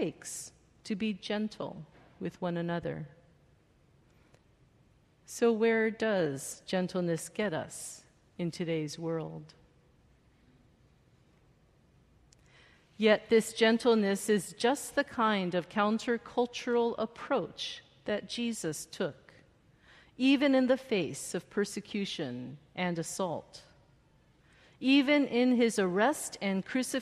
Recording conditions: large echoing room